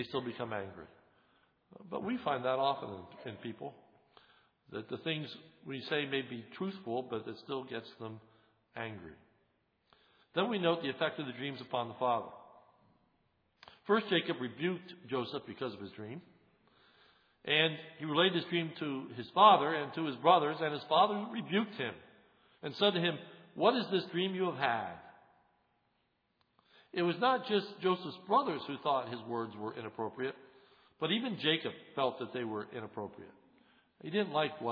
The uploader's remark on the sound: This sermon is recorded on 1/02/11 in the evening service.